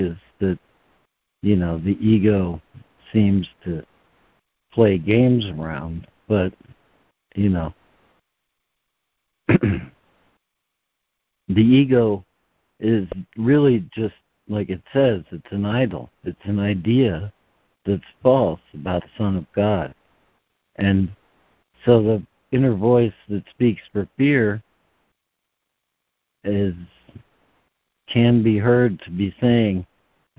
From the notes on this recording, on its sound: ACIM Daily Conference Call.